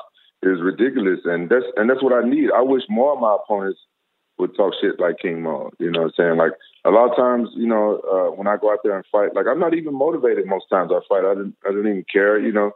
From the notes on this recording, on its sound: The audio from the Bellator 175 call